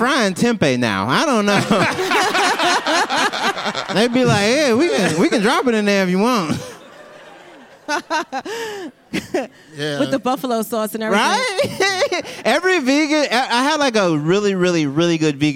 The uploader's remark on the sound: LIVE at the Bell House BK